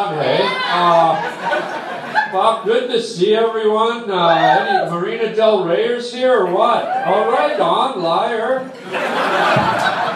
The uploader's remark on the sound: live on stage at the Hollywood Improv